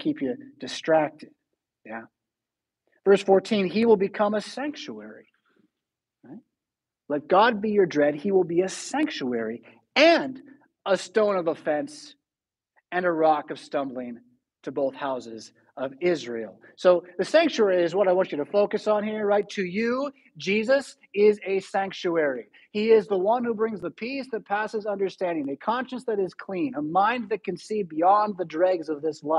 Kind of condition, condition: setting, large echoing room